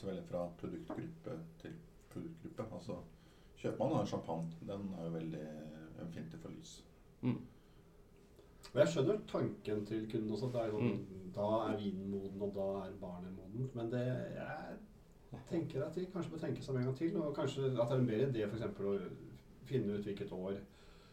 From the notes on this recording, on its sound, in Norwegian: I disse første episodene av Vinmonopolets podcast er dessverre lydkvaliteten under enhver kritikk.